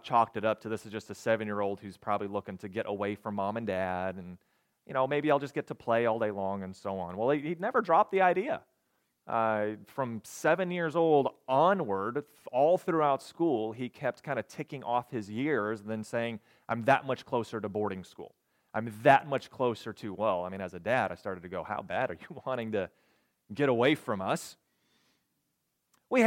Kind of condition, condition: setting, large echoing room